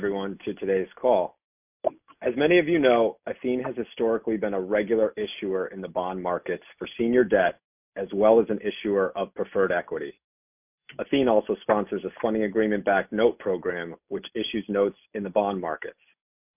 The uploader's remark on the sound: Athene Fixed Income Investor Conference Call